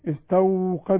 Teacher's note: بس خدي بالك ما قلش استوقد. الواو دي ساكنة. هتغنيها ليه او تعمليها 2 واو ليه؟